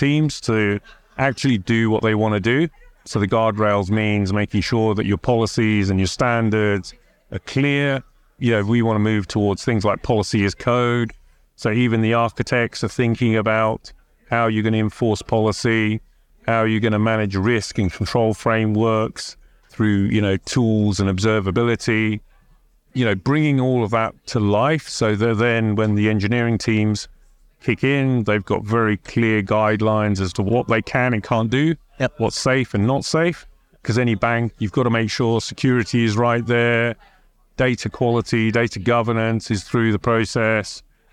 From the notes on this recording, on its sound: recorded at Sibos